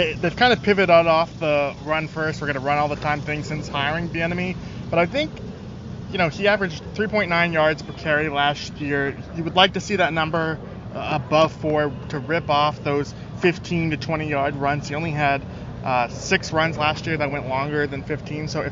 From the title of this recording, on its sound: Talking live from Commanders training camp